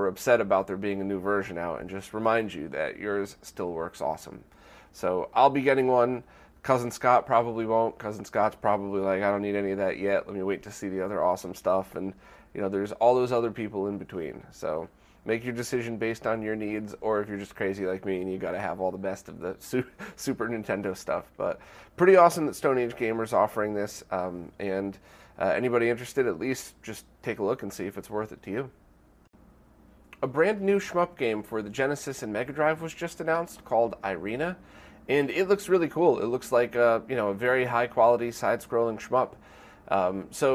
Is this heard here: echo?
no